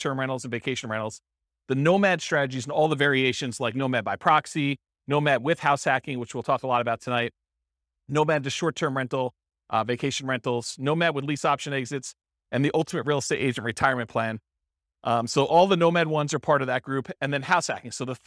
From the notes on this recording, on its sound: This was a live class recorded.